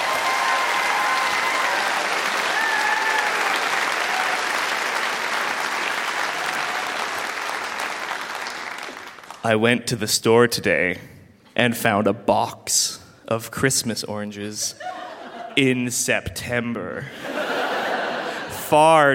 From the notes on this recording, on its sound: Recorded live at The Arden Theatre in St.